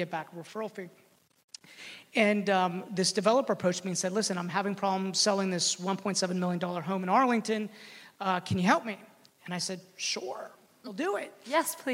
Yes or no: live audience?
yes